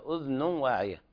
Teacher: قرأ ورش بإسكان الذال، أنت قرأت بالضم وهذا لحن في رواية ورش